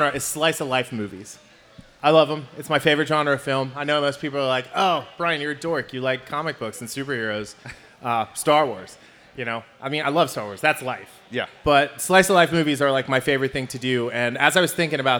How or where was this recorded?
live audience